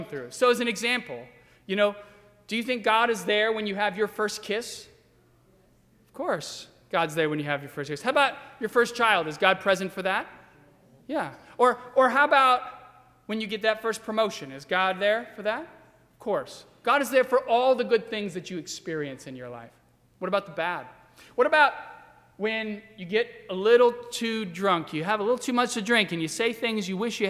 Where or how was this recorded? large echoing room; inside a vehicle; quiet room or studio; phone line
large echoing room